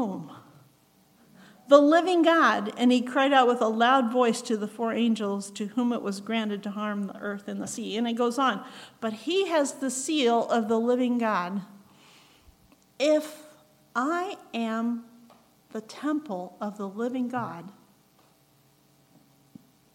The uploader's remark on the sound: recorded on May 13, 2023, at Ringgold Seventh-day Adventist Church.